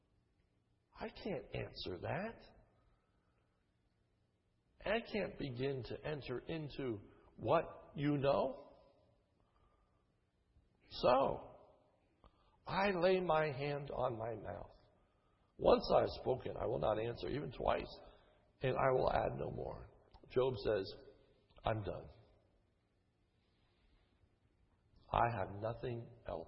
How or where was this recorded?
large echoing room